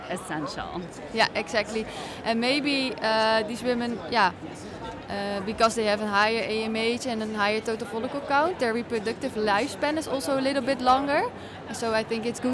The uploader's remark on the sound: Fertility and Sterility On Air - Live from ESHRE 2023.